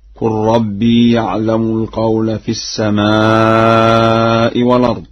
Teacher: قرأ ورش الفعل الماضي بضم القاف وسكون اللام وحذف الألف على الأمر